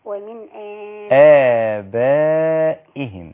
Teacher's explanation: يبقى لازم أنطق الهمزة وأنطق بعدها ألف